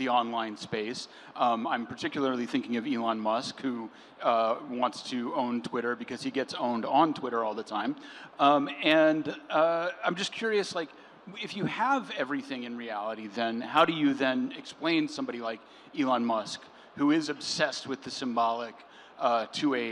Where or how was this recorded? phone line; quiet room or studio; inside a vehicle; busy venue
busy venue